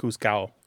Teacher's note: in some Spanish dialects, like you said, the D is not pronounced, so it sounds like juzgado.